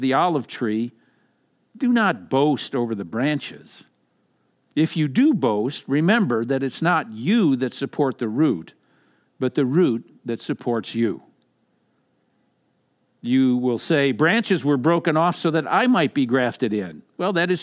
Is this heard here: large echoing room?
yes